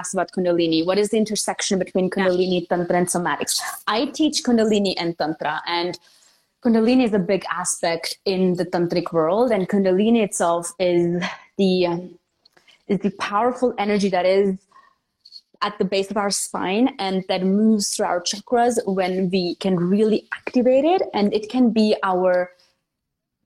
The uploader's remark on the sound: This episode is an IG Live turned into Podcast.